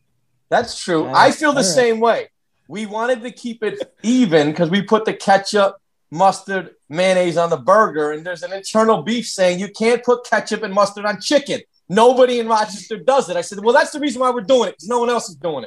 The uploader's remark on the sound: Recorded Live on Zoom